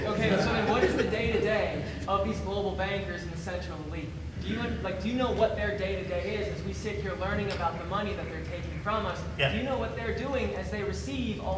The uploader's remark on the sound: Live from HoshoCon 2018